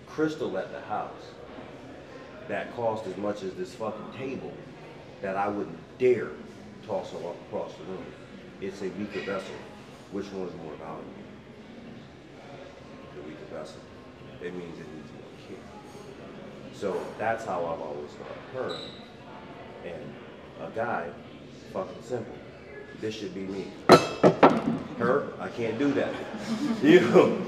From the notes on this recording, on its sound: The Mocha's live at Splash Mocha.